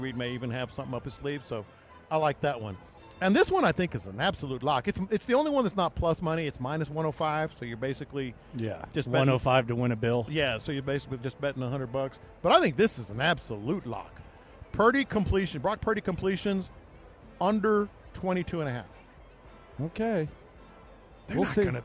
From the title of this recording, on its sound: Final Hour LIVE At Radio Row In Las Vegas